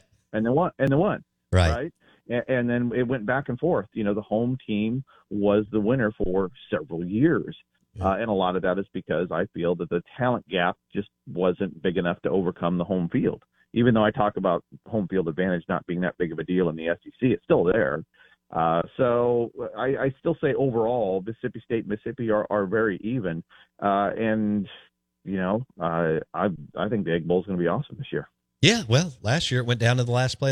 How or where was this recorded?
phone line